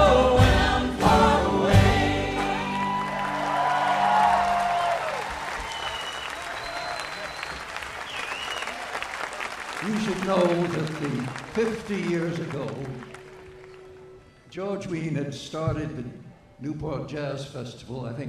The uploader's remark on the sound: Newport Folk Festival 2009. In the midst of pouring rain, nothing could stop the Newport audience from singing even louder at the Sunday night singalong.